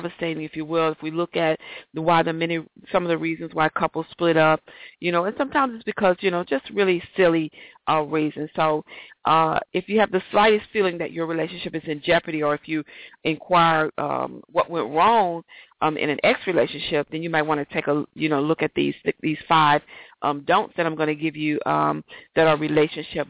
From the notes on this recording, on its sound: A special 15 minutes show for the Got To Get Myself Together 2014 Teleconference